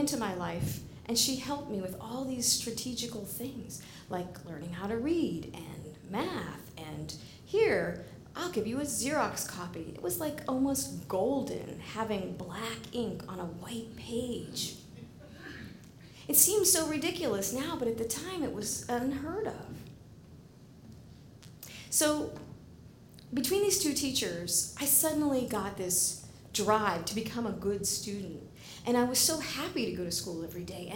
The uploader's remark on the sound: live at The Fremont Theater in Portland, Oregon